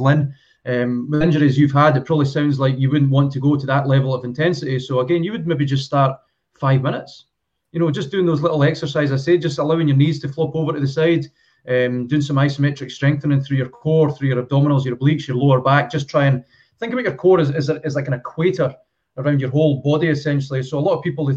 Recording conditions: video call